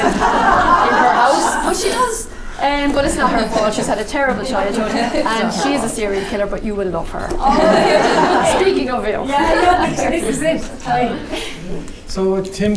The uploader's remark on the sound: As part of Skibbereen Arts festival. Live literary event.